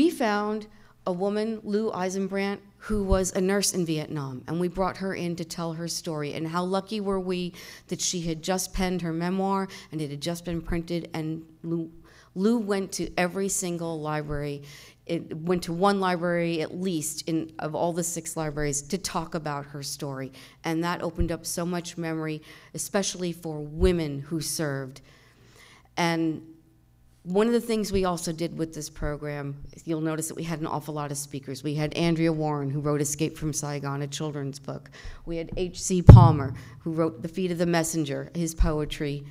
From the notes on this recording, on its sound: 2018 AASLH Annual Meeting Session Recording Recorded in Kansas City, MO September 28, 2018